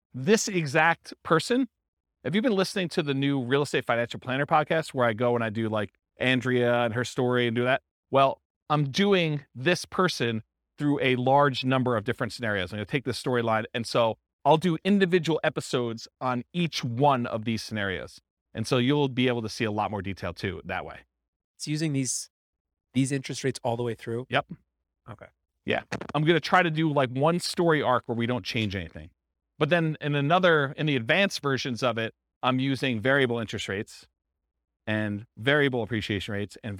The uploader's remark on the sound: This was a live class recorded